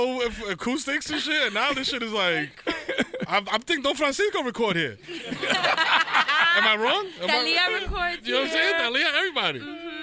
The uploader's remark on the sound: in front of a packed studio audience